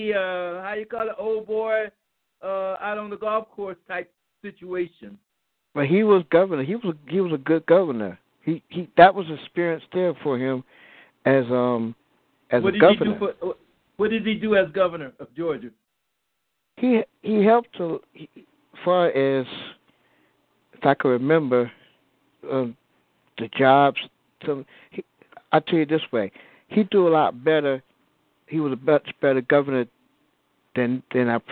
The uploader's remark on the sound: your phone calls